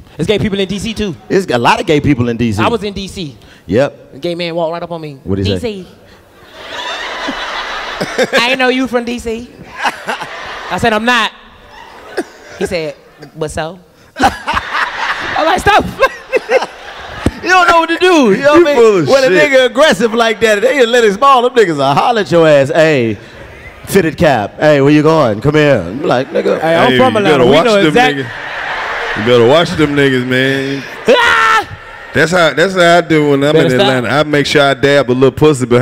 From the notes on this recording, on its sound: the final sold out show from The Nashville Comedy Festival